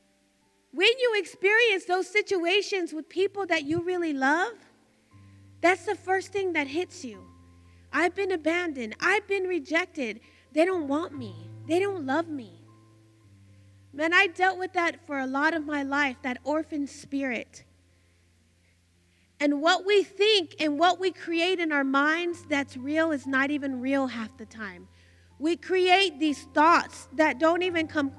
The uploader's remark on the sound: Recorded live from the Eagles Arise Gathering In Stryker, Ohio